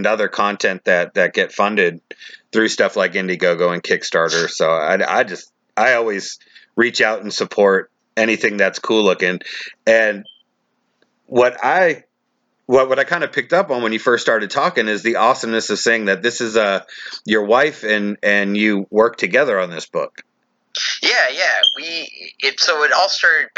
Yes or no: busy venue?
no